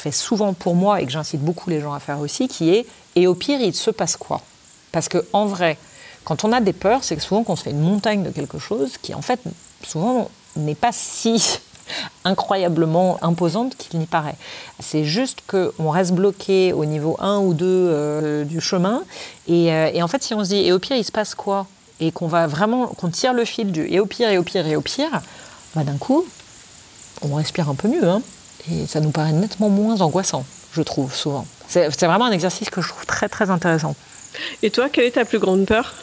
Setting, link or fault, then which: fault, sounds in the background